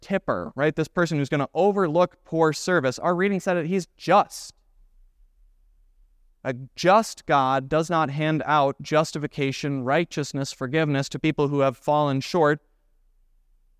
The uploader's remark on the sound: This Sunday sermon, based on Romans 3:19-30 , was preached at Grace of God Lutheran on October 29, 2023.